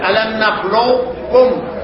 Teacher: راحت القاف بصفتها ألم نخلقكم، نخلو راحت معي رايح للقاف، ارتفعت مؤخرة اللسان طلع للقاف وهربنا ونزلنا على الايه على الكاف ألم نخلقكم، وهذه الأشياء لا تؤخذ إلا ايه إلا مشافهة.